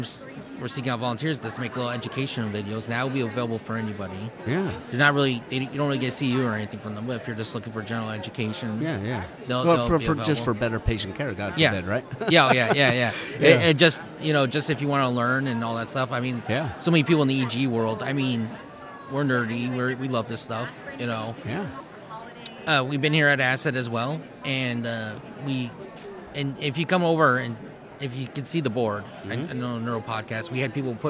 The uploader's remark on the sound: Live From ASET 2023!